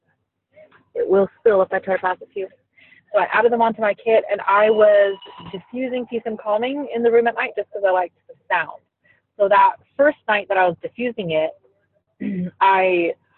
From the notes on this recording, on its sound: Recorded from the Car!!! (Sketchy Audio Quality).